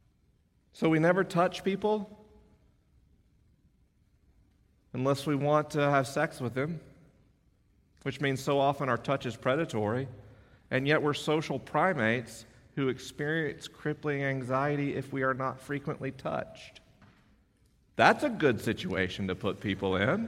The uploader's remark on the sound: LIVE in Orange, CA. This episode was recorded at Chapman University in Orange, CA. The questions are unscreened and the answers are unrehearsed.